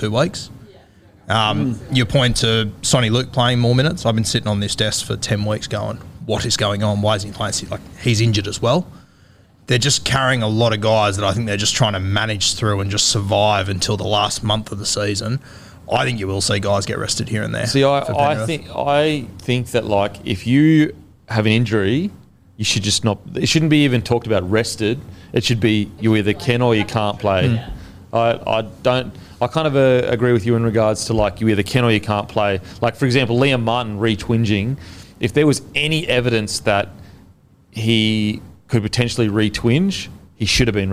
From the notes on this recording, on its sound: in front of our live crowd